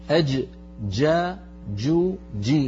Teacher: الجيم الفصيحة من وسط اللسان وصوتها شديد، لا تستعملي طرف اللسان في مخرج الدال حتى لا تخرج معك الرجيم.